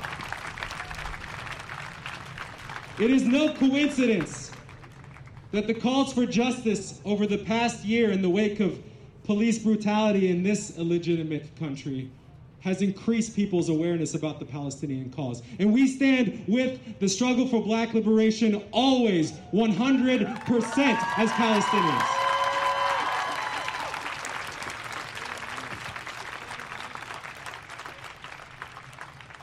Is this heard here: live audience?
yes